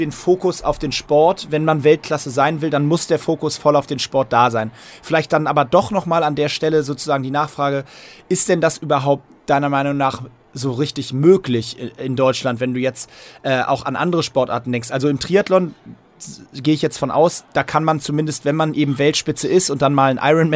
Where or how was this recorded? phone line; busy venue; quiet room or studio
busy venue